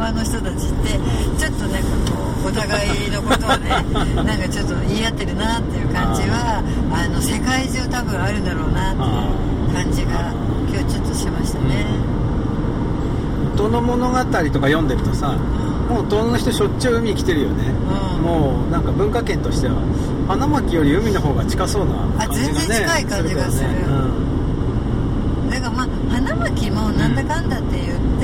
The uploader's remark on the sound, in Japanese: 三陸沿岸道路より。今週は初めて車の中で録ってみました。けっこうエンジン音がうるさいね・・うちのエブリイががんばってる音もお楽しみください。